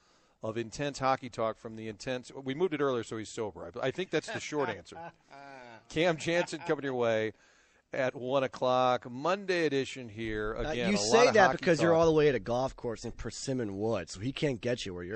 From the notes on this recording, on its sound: broadcasting live from Persimmon Woods